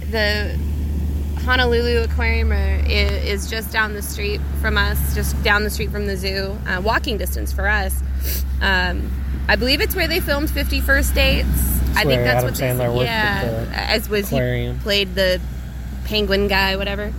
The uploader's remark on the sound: From Hawaii. Check in while one vacation in Oahu. Recorded on Electric Beach.